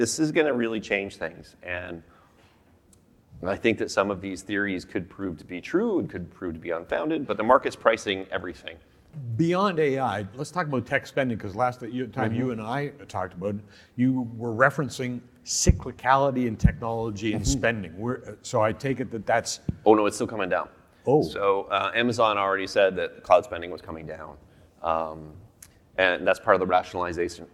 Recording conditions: live audience